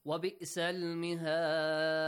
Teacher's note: when you stop, the haraka changes to sukun. That's why you produce a qalqala sound. A bouncing sound.